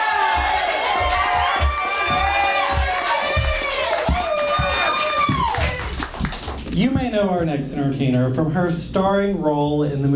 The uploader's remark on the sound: Live audio from Roast in Peace. (LIVE AUDIO).